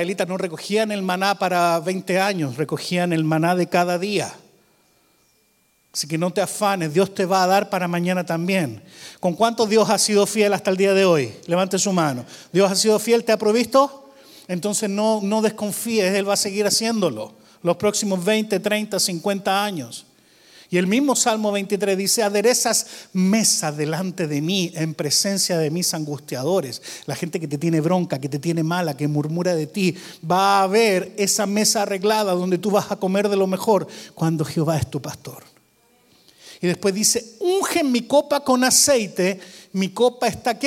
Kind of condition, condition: setting, large echoing room